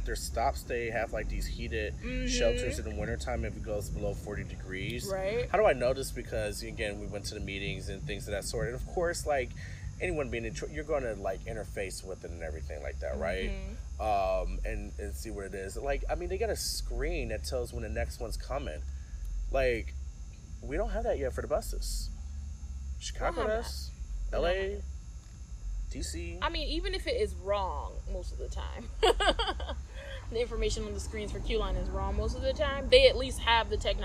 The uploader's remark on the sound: Gather around the bonfire and enjoy the nighttime sounds, that only a Detroit neighborhood can provide.